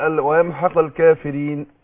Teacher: ثلاث اوجه بالسكون المحض، قصر وتوسط واشباع · Term: العرض للسكون